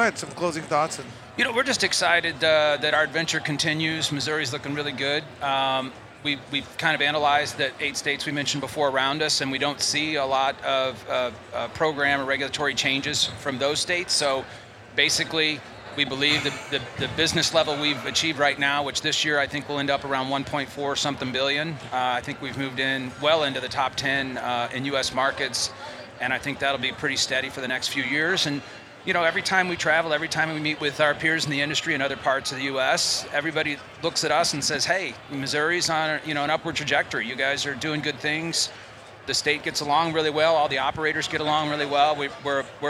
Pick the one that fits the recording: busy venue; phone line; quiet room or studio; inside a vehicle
busy venue